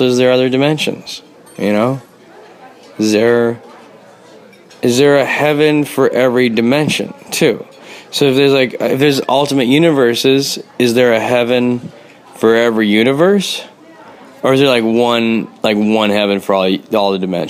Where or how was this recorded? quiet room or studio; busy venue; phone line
busy venue